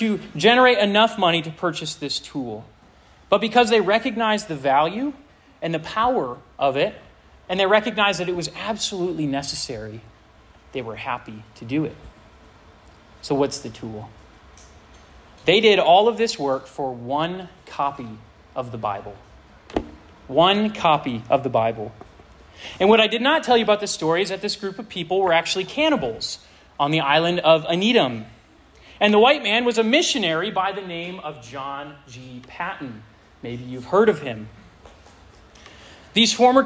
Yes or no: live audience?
yes